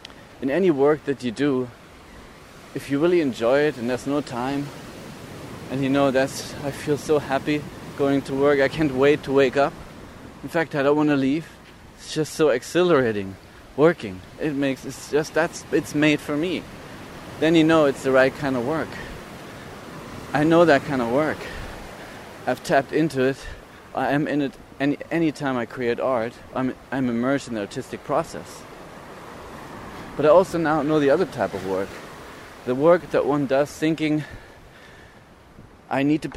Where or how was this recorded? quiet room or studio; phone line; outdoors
outdoors